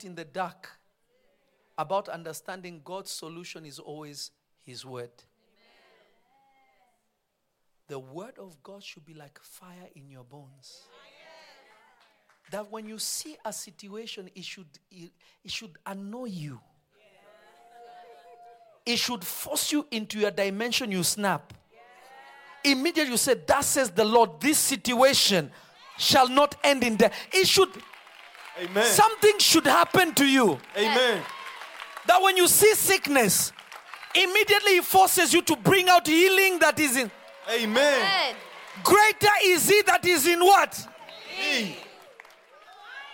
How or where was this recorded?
large echoing room